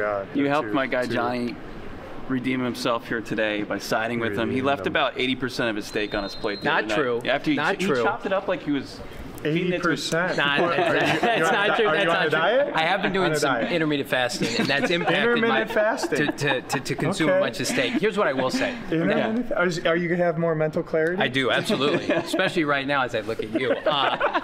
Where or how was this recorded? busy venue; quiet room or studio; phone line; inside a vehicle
busy venue